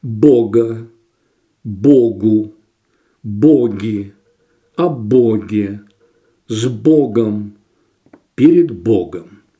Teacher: звонкое «г» сохраняется как звук «г» и не переходит в звук «х», если слово «бог» произносится в одном из падежей русского языка или во множественном числе, а также с предлогом.